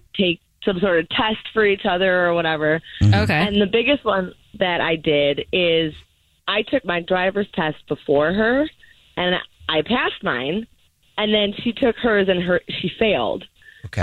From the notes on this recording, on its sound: The guy on the phone